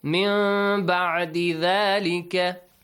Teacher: Iqlab means you change the noon sound into a hidden meme sound this way.